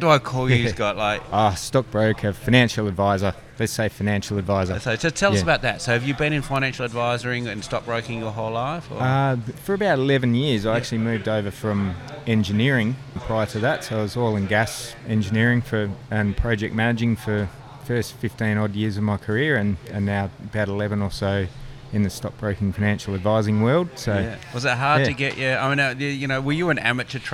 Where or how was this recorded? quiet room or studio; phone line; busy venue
busy venue